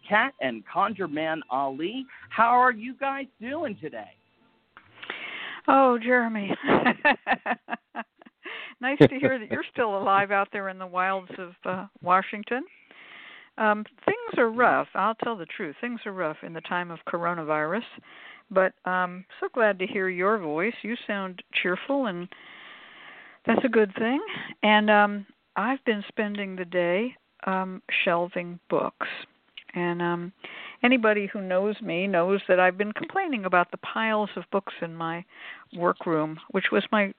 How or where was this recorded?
phone line